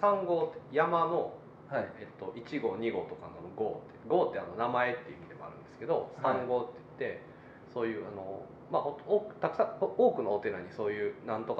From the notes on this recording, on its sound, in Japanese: 尼崎にある西正寺。なんと本堂で収録させていただきました。